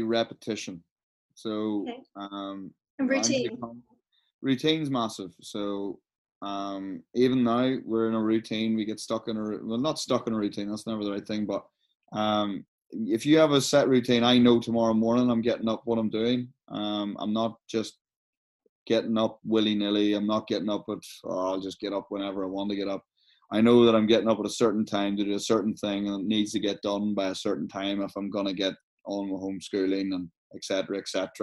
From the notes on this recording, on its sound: Recorded via Zoom during these incredibly challenging times, of Covid-19.